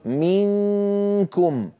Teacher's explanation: من أيضا ينقفل المخرج، عند أقول منكم، من هنا كامل الصوت يمر عن طريق الخيشوم، من طريق الفم ما عاد في شيء · Term: غنة